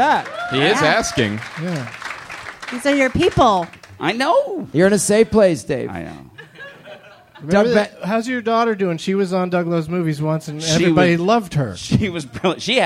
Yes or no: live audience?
yes